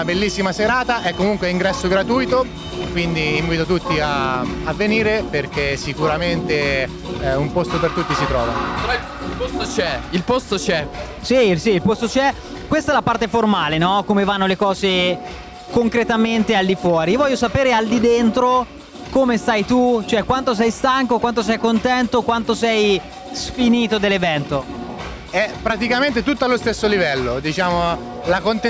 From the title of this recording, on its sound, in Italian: RIVEROCK: Diretta Pre Concerto